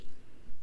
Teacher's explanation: Betonung auf dem sen, auf dem se.